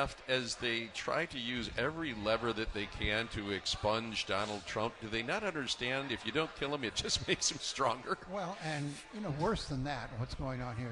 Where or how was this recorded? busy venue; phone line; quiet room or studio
busy venue